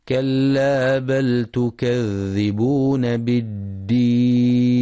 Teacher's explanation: يراعي القارئ رخاوة الذال في كلمة تكذبون وشدة الدال في كلمة بالدين